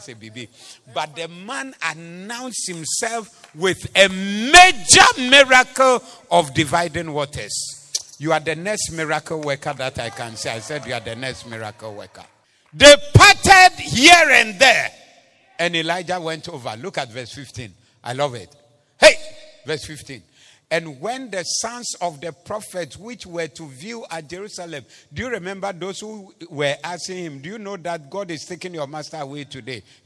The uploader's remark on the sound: Preached at the Thanksgiving Service Convention Day 2.